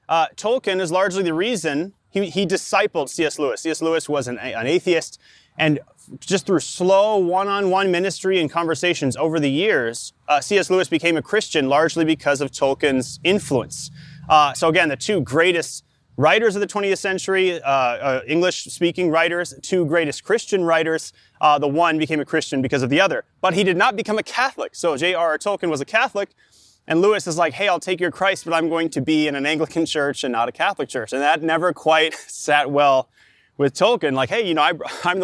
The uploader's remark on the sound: Delivered live in the park, at Capital City Church, in St. Paul, MN.